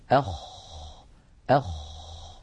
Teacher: فالخاء حرف حلقي يخرج من أدنى الحلق يعني من أقرب منطقة من الحلق إلى ظاهر الشفتين هذا الحرف